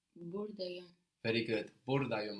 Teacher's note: We have the Y separating those two vowels, which would otherwise fall on top of each other